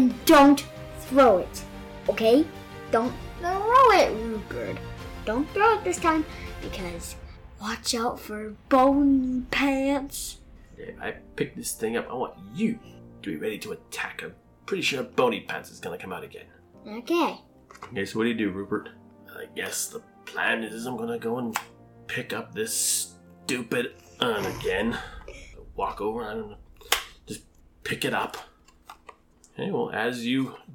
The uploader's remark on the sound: Background tavern sound by Syrinscape.